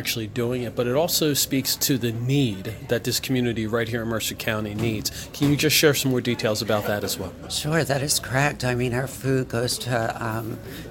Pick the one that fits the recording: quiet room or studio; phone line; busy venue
busy venue